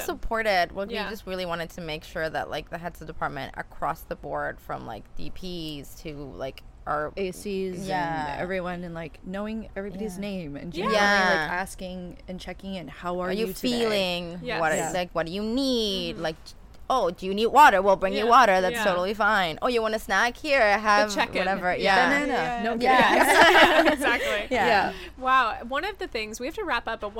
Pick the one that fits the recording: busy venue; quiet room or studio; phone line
busy venue